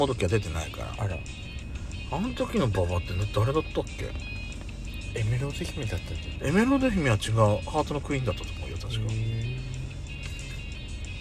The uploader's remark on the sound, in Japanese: パーキング収録